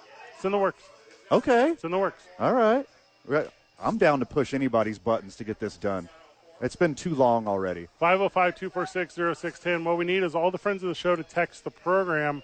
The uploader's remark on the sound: live from ABQ Axe